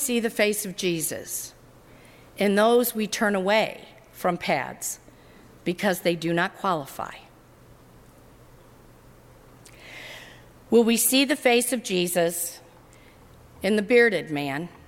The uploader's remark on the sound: During the 11:00 AM service. At First Presbyterian Church of Arlington Heights, Illinois.